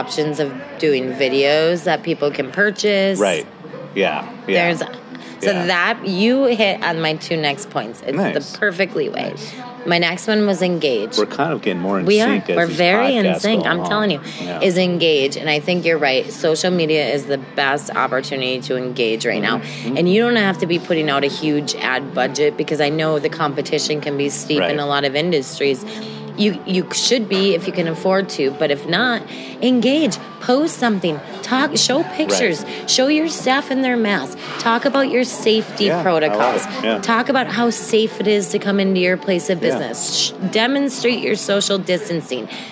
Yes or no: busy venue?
yes